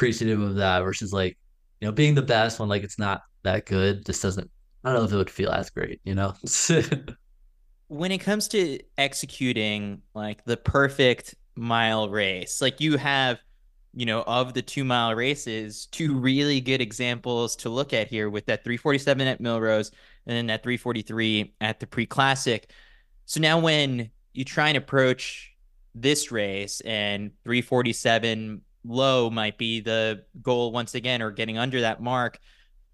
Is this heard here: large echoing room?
no